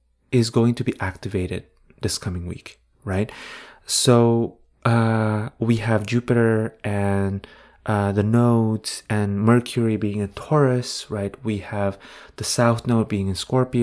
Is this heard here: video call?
no